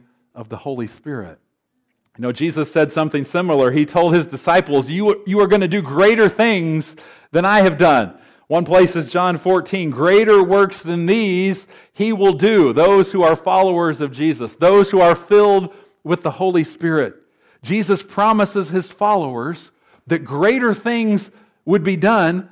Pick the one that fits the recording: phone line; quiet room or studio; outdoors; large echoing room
large echoing room